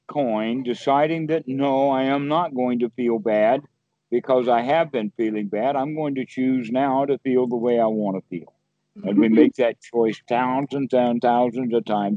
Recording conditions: video call